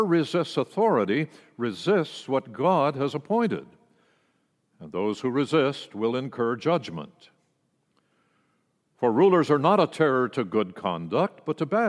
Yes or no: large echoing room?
yes